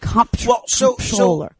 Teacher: You know, when you were harassing these poor people running for comptroller, the reason it sounds like they're saying the P is because when you say comptroller, you're closing your mouth, your lips. So naturally, it's going to sound like you're saying comptroller.